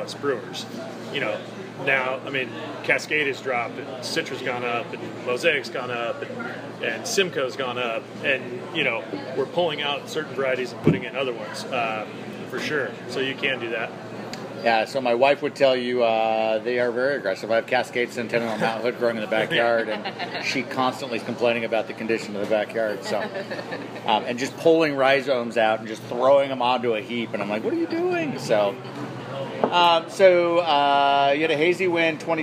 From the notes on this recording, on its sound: This interview was recorded from their patio at the pub a day before the Fresh Hop Ale Festival